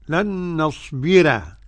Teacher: قرأ ورش بترقيق الراء لن نصبر. لن نصبر يعني وإذا واقف طبعا مرققة للكل لن نصبر، ولكن في الوصل الراء مرققة لورش فقط مفخمة للإيه للباقي.